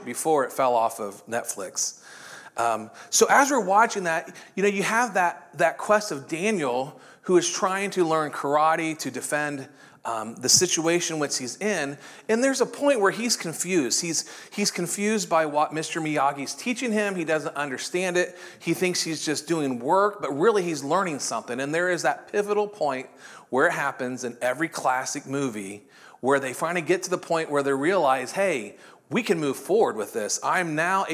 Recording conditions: large echoing room